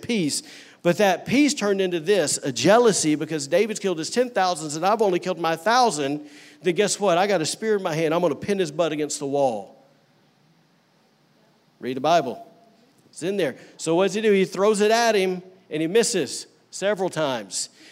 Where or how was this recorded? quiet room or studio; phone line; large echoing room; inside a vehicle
large echoing room